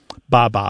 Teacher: It's such a basic fundamental sound that B sound coming off the lip followed by a vowel